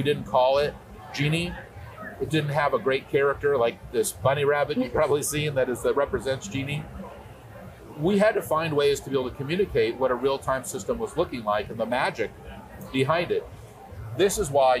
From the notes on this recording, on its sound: A special episode at Dreamforce, the software and cloud giant's annual technology conference in San Francisco. This year's Dreamforce attracted 40,000 attendees.